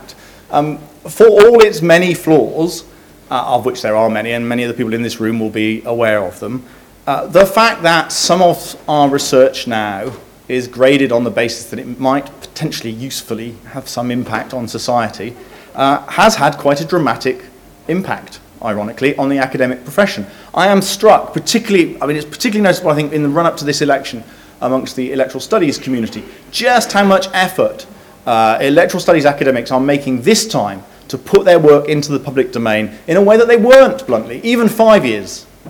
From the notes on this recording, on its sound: which took place Tuesday 3 March 2015 in the Gustave Tuck Lecture Theatre at UCL